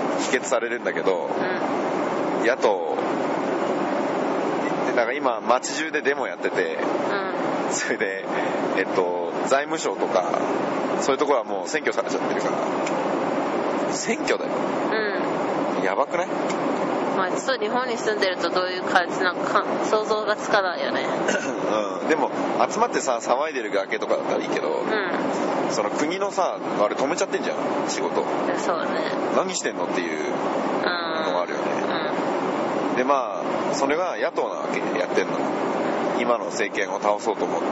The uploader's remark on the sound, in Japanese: 渡航の飛行機で割りと疲れてる状態で。今回は飛行機の中なので、音声がちょっとうるさいです。